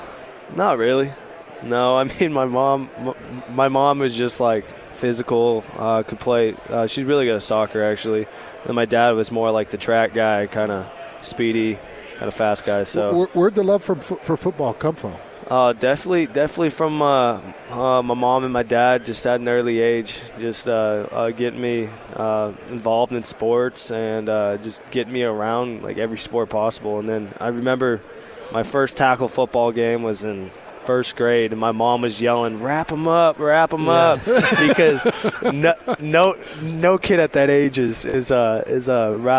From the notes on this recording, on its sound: live from Pac-12 Media Day